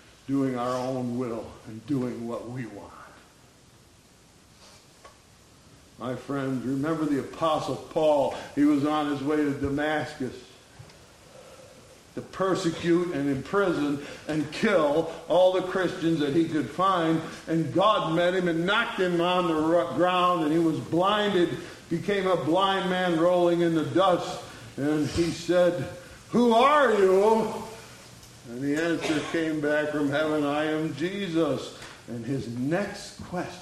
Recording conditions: large echoing room